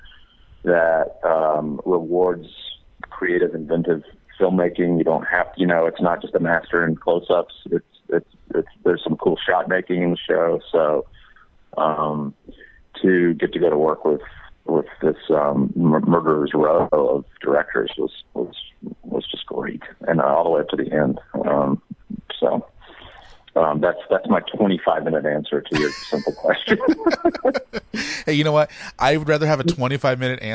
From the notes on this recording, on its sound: called in to talk